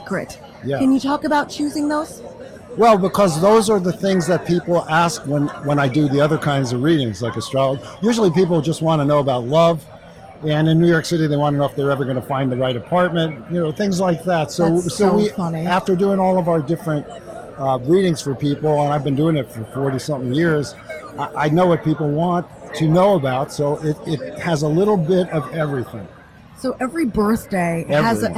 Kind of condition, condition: setting, busy venue